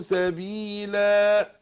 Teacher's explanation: سبيلا منونه بالفتح، بقف عليها بالالف